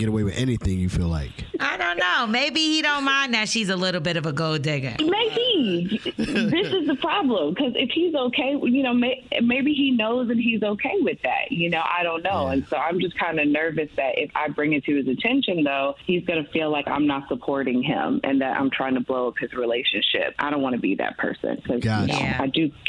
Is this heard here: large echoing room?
no